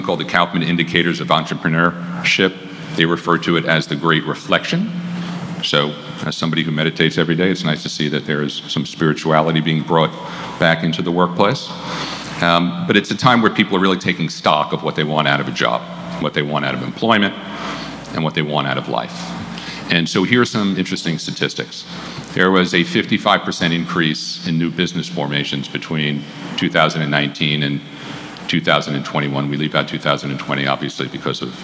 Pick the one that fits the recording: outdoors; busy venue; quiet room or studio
busy venue